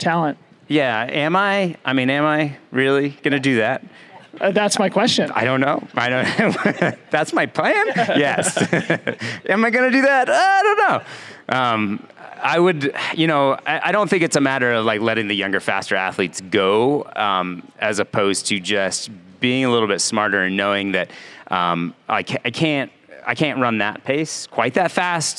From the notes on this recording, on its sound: These are pre-race interviews recorded live from Olympic Valley before the 2021 edition of the Western States 100.